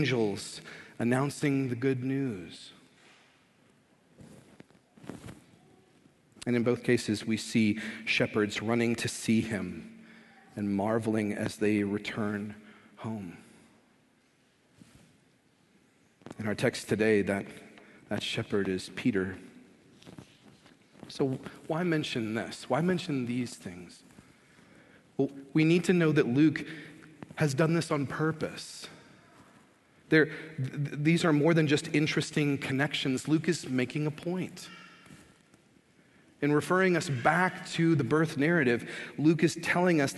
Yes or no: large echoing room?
yes